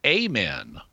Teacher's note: sometimes it is said Amen with the long vowel sound and the emphasis on the first syllable. It can be both ways, but this is a folk process.